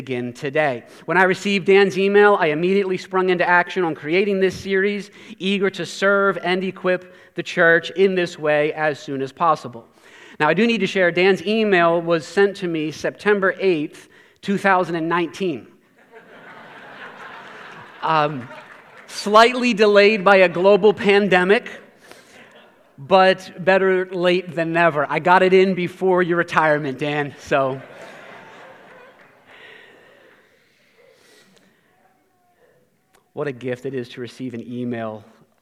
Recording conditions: large echoing room